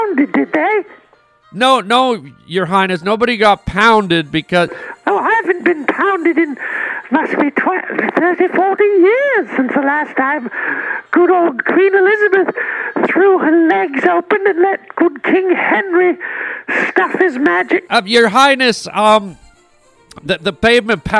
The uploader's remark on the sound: children's phone calls